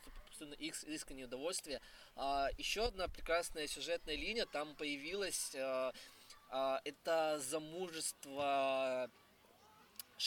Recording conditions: wind noise